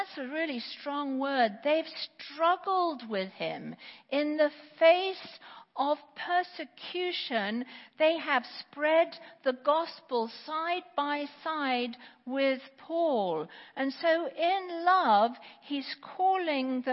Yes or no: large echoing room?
yes